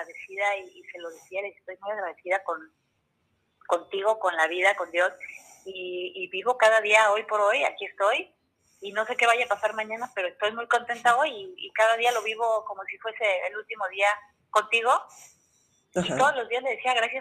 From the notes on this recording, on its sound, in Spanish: El sonido está un poco bajo y no tan claro porque lo hicimos telefónicamente.